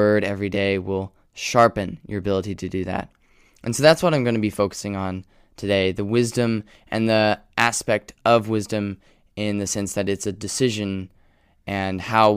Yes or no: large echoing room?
no